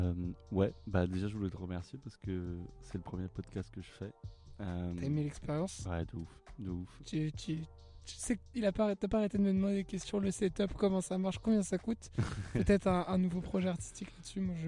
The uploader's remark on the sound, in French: Une balade en vélo avec notre artiste local. Qui va nous faire découvrir ses spots préférés de la capitale hollandaise. C'est donc 1 thématique, 5 sons, 5 trajets en vélo et 5 spots pour enregistrer. Cet épisode est une immersion totale dans la nuit calme d'Amsterdam.